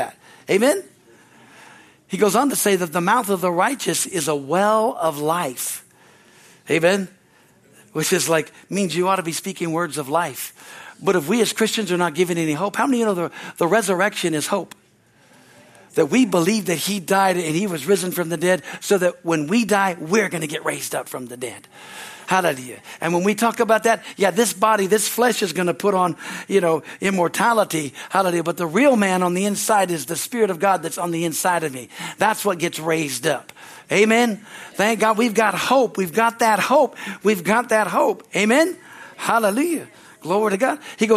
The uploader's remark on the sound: From our Easter service on April 9, 2023 at Harvest Bible Church in Stockton, CA.